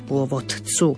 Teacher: mierne zadržíme dobu na vyslovenie naznačenia písmenka T, ale nesmieme to rozdeliť